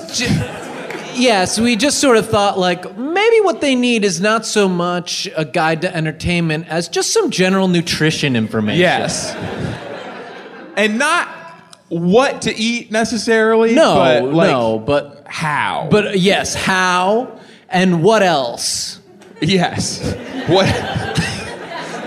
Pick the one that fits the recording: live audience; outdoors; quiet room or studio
live audience